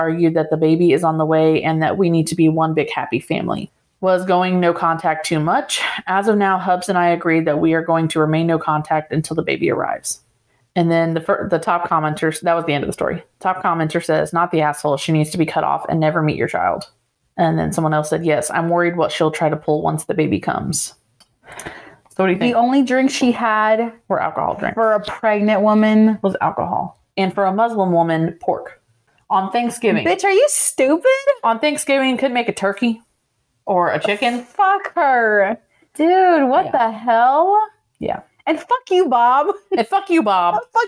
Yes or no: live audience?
no